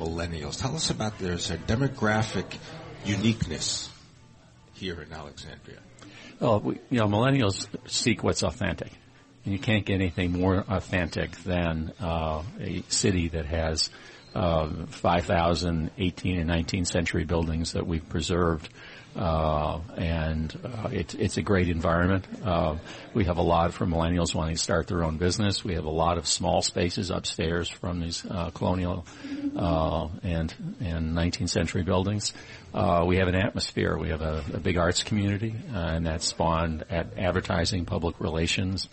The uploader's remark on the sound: Broadcasting live from the Kimpton Morrison House Hotel in Alexandria, Virginia.